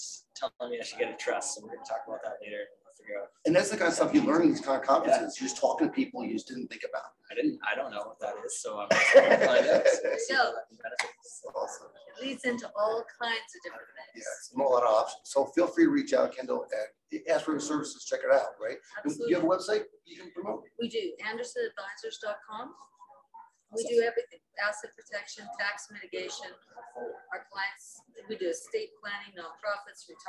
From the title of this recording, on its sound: Live from Las Vegas - Paper Source Conference